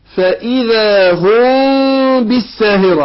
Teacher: الميم الساكنة في هم جاء بعدها الباء، ده إخفاء شفوي